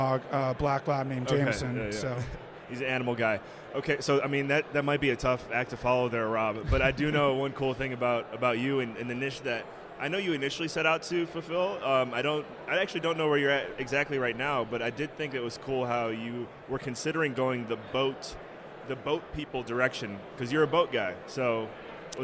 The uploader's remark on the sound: at the Best Ever Real Estate Conference (BEC)